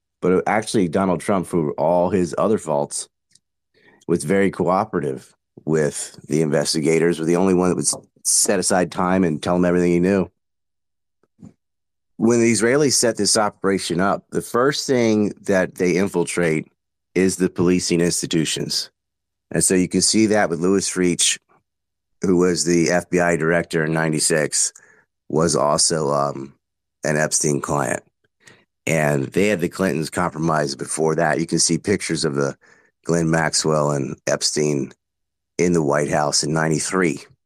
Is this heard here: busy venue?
no